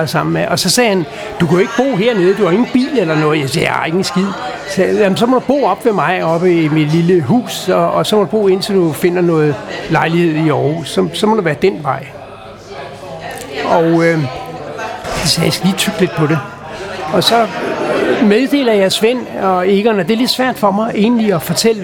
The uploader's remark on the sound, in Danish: Optaget på Axelborg Bodega, København